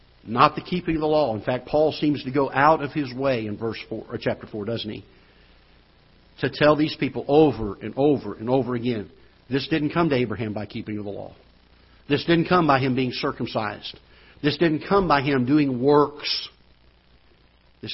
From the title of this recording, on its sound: Ketha Heights Baptist Church ~ Live Broadcast